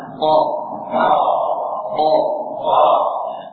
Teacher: Jadi hak dengan ko tidak ada nafas yang mengalir. · Term: qaf